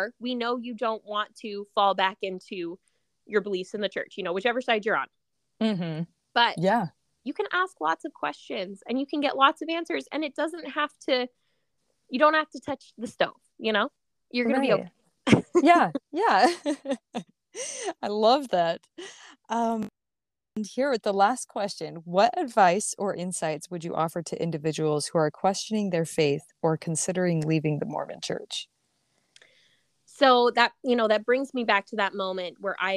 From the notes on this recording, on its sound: We didn't have the greatest connection during this interview due to limited service. My apologies for the glitches with the audio!